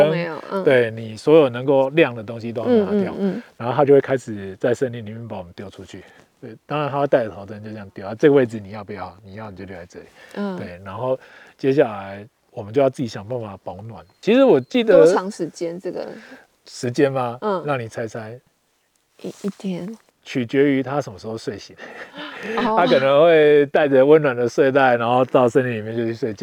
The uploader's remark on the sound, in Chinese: 本集非常特別，我們來到山林中錄音。在戶外席地而坐。